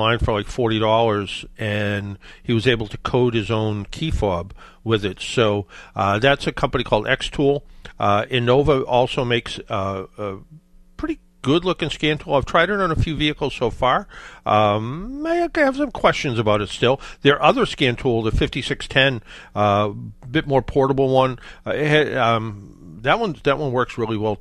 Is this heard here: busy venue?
no